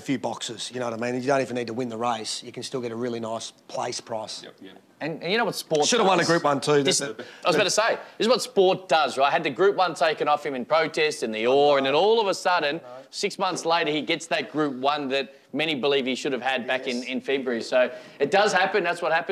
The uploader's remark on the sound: live on track at Eagle Farm